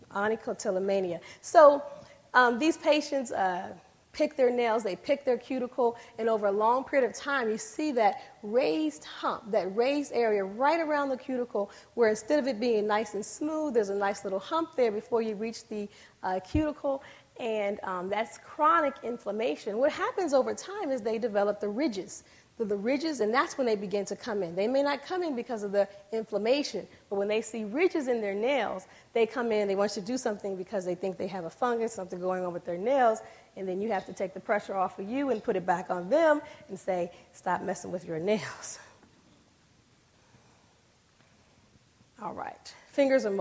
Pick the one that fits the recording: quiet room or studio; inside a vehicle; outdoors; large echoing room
large echoing room